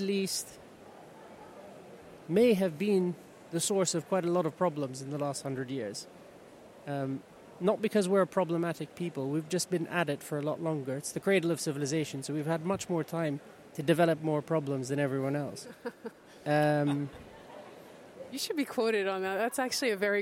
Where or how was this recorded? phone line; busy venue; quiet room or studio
busy venue